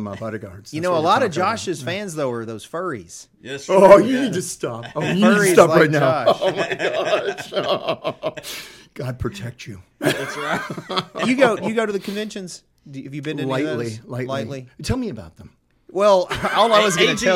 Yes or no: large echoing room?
no